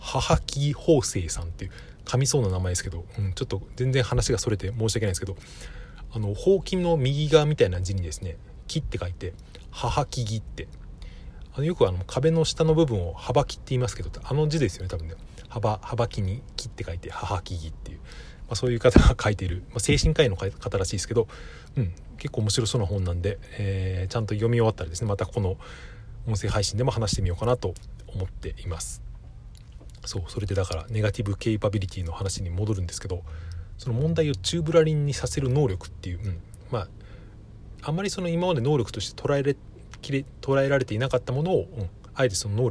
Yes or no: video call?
no